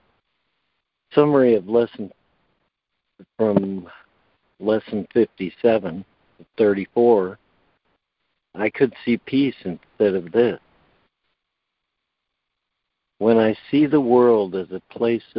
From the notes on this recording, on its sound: ACIM Daily Conference Call.